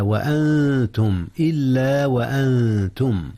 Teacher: أخفي النون قبل التاء إذ التاء من حروف الإخفاء